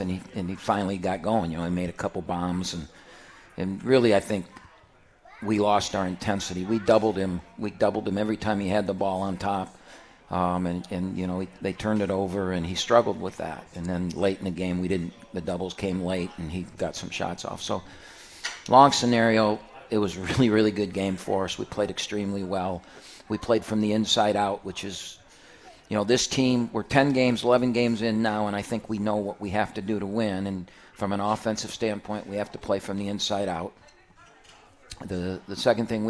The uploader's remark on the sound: live from RJs Pub in Rochester Hills!